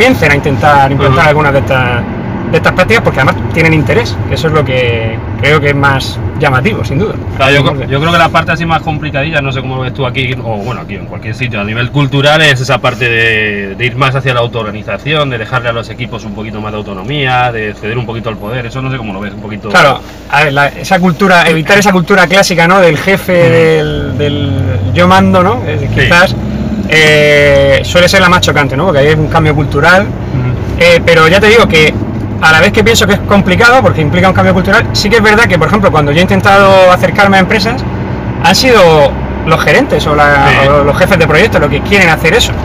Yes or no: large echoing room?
no